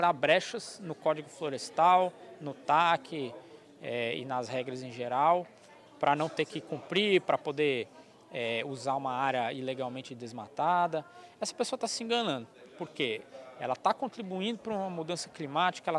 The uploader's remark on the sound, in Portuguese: gravado durante o “Diálogos Boi na Linha”, promovido em Marabá, pelo Instituto Imaflora